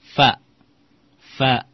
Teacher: Yang benar adalah kaf itu di, fa itu di batnu syafa, di perut bibir bawah, batnu asyafati sufla, ma'a asanaya al-ulia, dengan gigi seri atas ditempelkan. Jadi fa, fa.